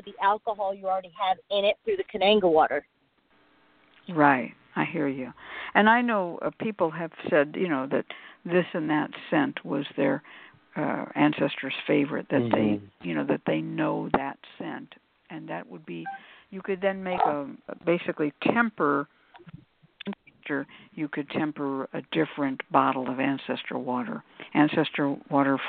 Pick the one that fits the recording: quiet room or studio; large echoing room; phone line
phone line